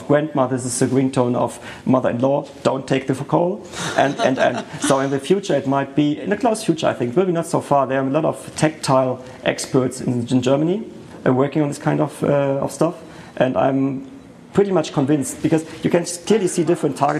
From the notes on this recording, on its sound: The third Audio Branding Congress took place in a full house at Columbia University New York City on November 17th.